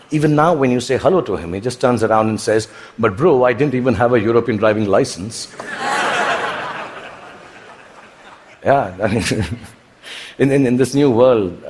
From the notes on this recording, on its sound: TED Talk at the Vancouver TED Conference in 2017.